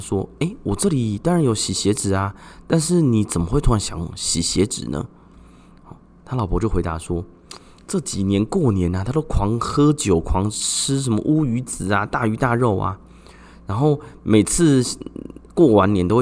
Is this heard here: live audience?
no